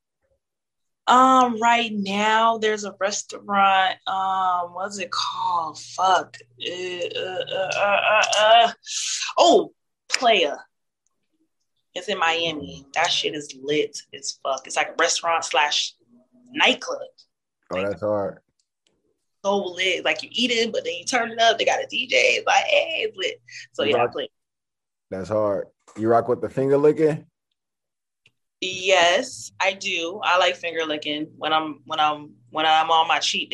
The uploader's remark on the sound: zoom interview